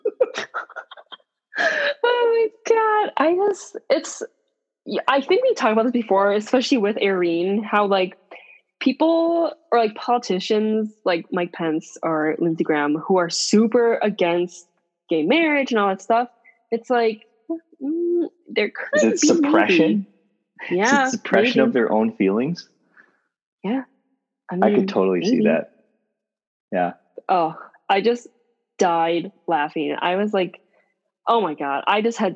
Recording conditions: video call